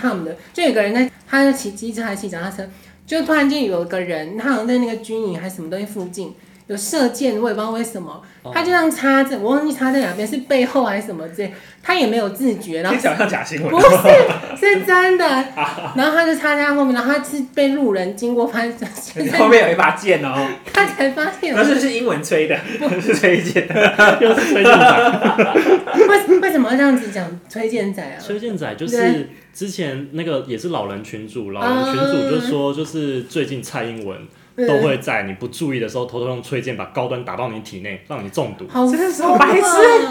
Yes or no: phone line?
no